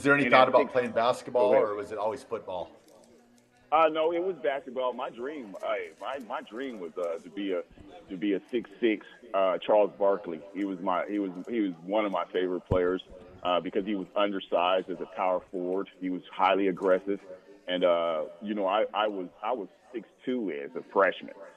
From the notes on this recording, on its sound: Live From Daq Shack (4630 Leighton Ave Suite 25)